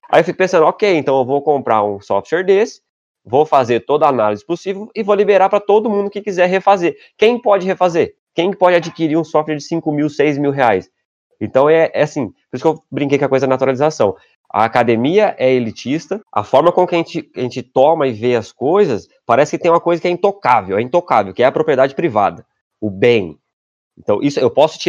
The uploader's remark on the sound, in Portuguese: fizemos uma gravação ao vivo e aberta no Discord